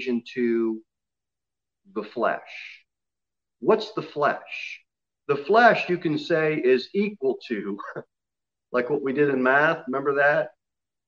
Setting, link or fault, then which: setting, large echoing room